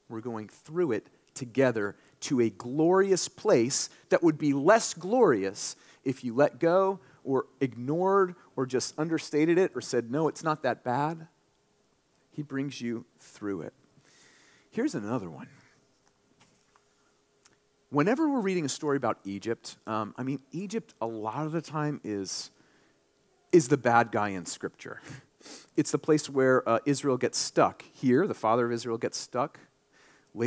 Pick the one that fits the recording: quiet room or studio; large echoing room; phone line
large echoing room